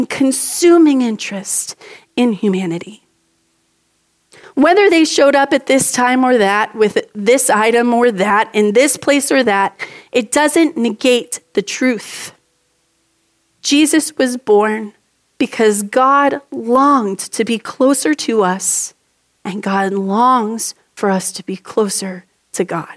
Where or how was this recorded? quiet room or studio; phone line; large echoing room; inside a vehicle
large echoing room